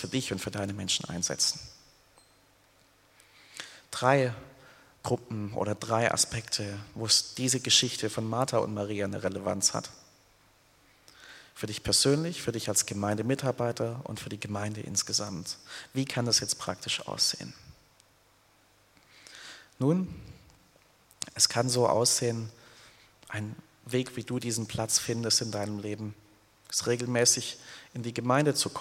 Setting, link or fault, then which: setting, large echoing room